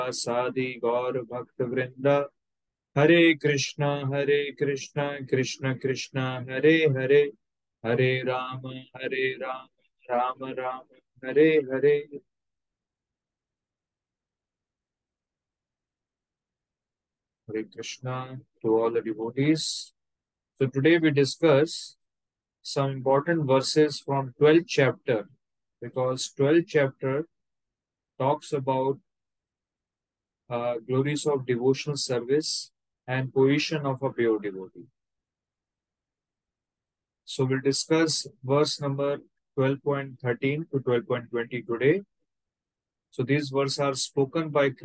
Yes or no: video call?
yes